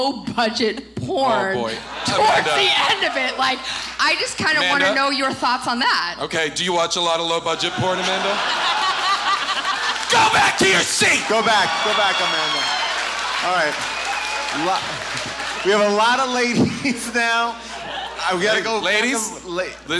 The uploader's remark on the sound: Recorded LIVE from Irving Plaza in New York